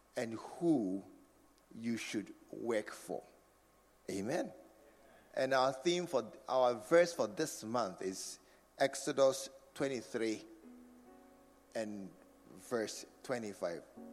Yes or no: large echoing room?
yes